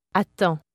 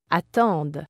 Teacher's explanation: the D of the singular stem is not pronounced because a consonant follows. However, the D of the plural stem is pronounced because a vowel follows.